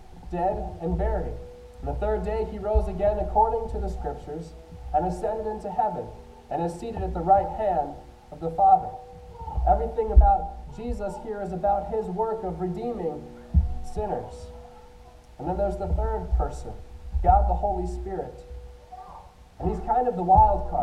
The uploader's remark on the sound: I apologize for the sound quality, we are working through some technical difficulties but will hopefully get it fixed next week.